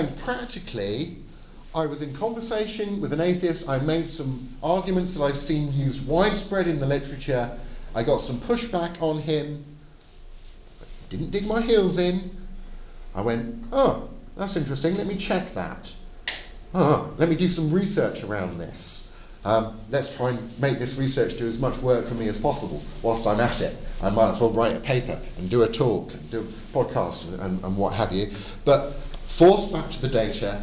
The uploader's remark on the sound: Edited audio of my talk at the Advanced Apologetics Network at the 2022 European Leadership Forum in Poland